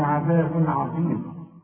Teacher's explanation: قلنا عظيم عشان الضاء، الضاء هنا مفخمة